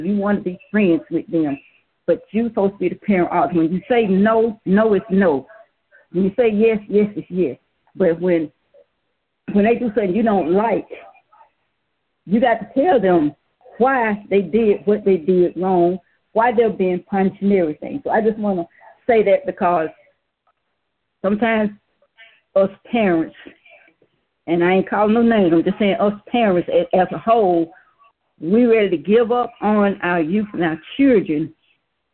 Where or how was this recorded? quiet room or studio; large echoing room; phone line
phone line